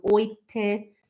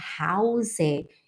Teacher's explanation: é bem comum em Portugal não falar o H · Shown in: first take